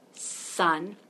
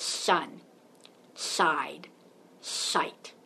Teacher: It's called a lateral lisp, meaning the air goes along the sides, across the sides of the tongue. · Shown in: second take · So instead of sun being nice and crisp like sun, you get sun, side, sight.